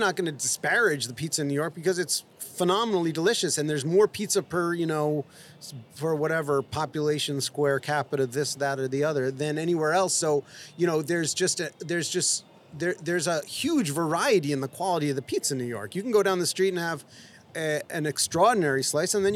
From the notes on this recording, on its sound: Danny Boy's Famous Original Pizzeria, nestled in the heart of downtown Los Angeles. It was a beautiful, sunny L.A. We got to chat right outside the restaurant.